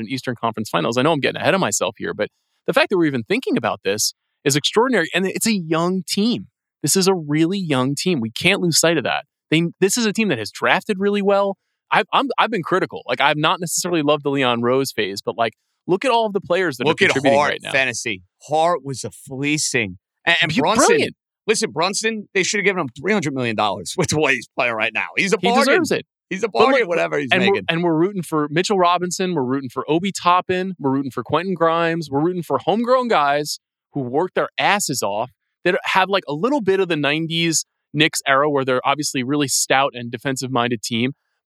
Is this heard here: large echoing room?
no